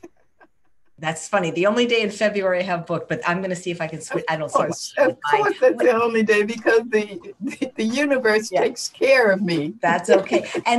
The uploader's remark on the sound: FIRST time doing a Zoom interview!